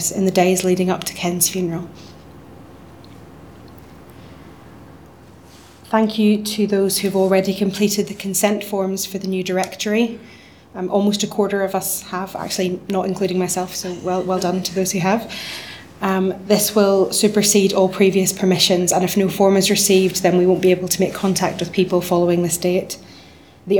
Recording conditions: large echoing room